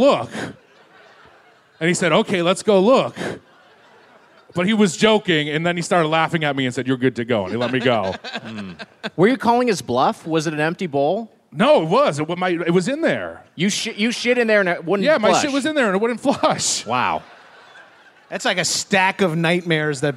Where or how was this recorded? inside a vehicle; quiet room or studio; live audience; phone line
live audience